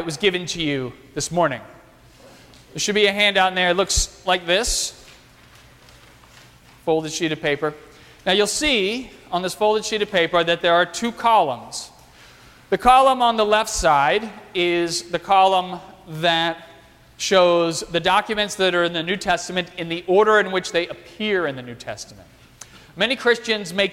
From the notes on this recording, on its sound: during the 8:30 AM service on Sunday September 24, 2017, at First Presbyterian Church of Arlington Heights, Illinois.